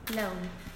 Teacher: since it's lateral, the sides of the tongue are lowered, so they allow the air to escape through there, so there's not like a complete closure. · Term: voiced alveolar lateral approximant